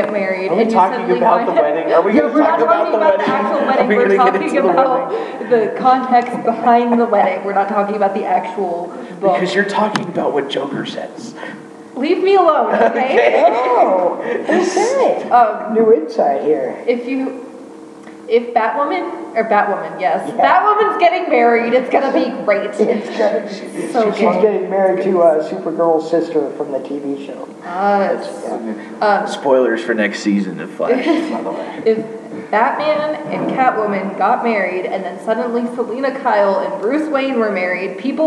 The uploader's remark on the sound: technical difficulties run a muck